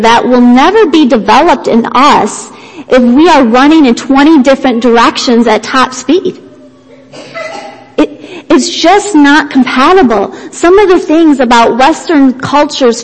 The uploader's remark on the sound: Worship Service - Audio